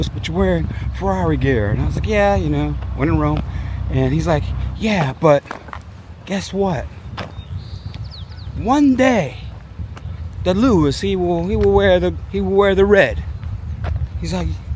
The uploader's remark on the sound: This episode recorded on my walk through the park, so outside noise is included.